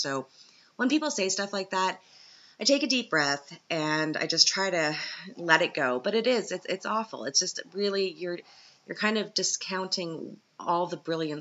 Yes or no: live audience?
no